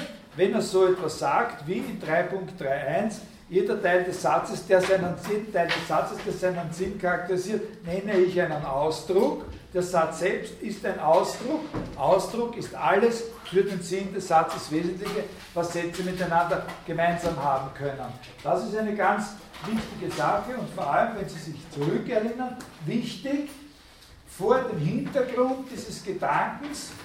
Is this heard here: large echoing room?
yes